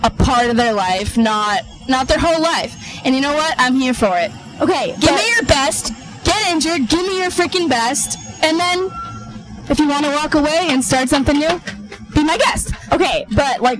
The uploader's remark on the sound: The ladies' first Pedicab Podcast. While riding through the streets of Boston.